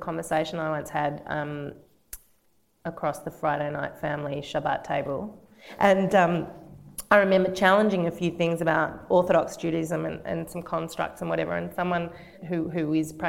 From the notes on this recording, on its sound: This episode includes questions from the audience, and at some points can become a little hard to hear. We’re working on improving our recording techniques.